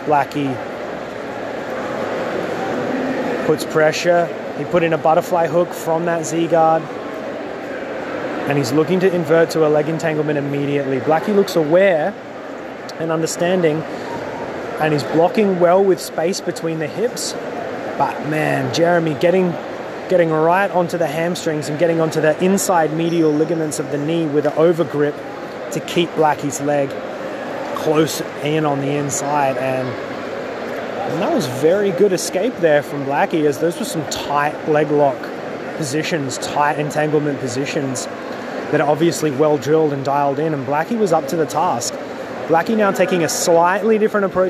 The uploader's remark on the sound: live from the event itself!